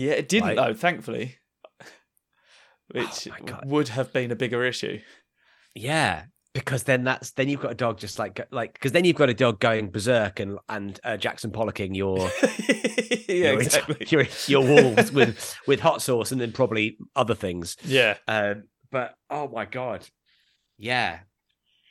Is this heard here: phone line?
no